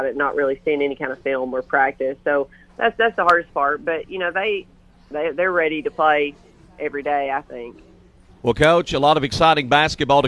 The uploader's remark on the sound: Live from Chick-fil-A, Interstate Drive in Cookeville.